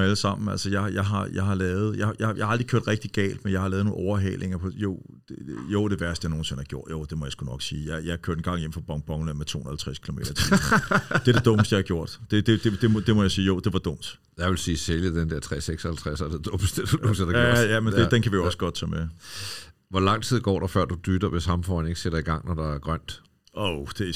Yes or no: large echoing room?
no